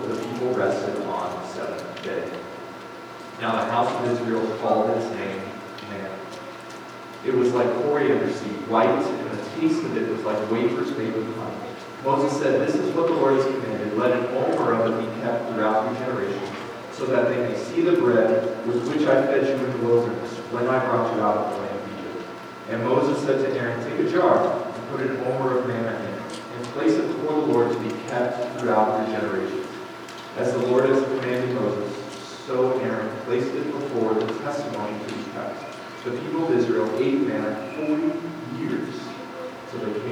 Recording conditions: poor sound quality